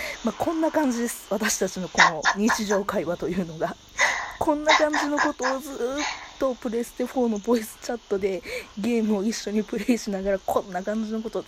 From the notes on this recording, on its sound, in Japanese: モーター音等の雑音が常に入ってますが